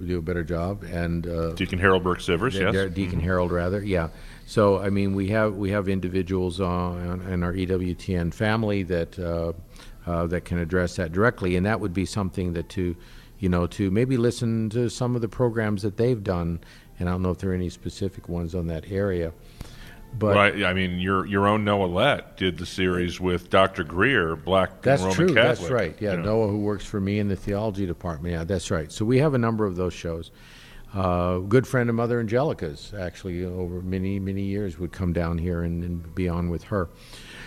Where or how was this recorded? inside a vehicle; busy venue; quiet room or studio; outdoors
busy venue